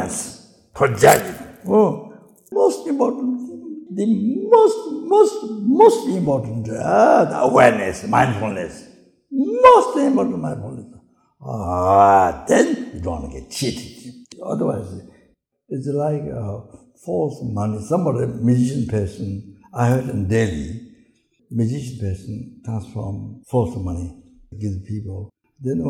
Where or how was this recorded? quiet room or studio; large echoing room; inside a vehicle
large echoing room